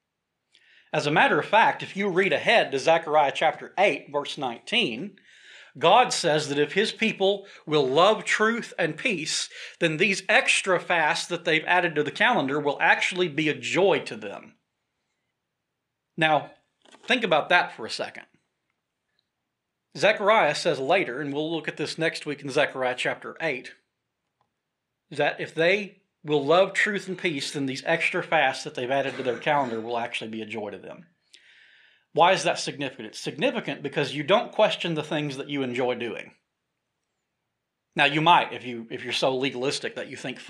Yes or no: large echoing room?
yes